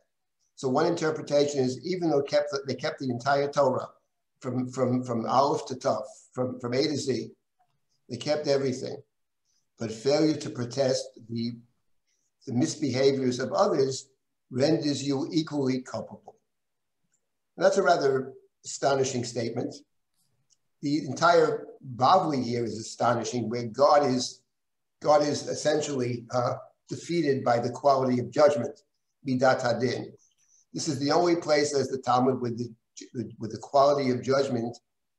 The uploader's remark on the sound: This audio was originally captured from Zoom